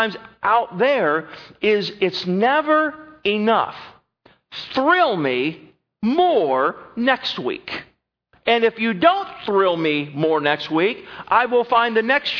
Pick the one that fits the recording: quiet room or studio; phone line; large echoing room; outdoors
large echoing room